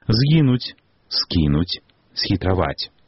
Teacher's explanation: Трэба найперш памятаць, што пры літаратурным вымаўленні гукі «з», «с» не змякчаюцца перад мяккімі заднеязычнымі